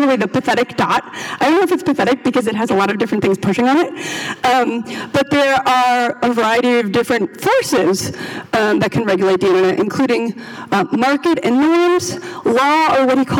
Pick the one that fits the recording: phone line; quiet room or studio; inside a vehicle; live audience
live audience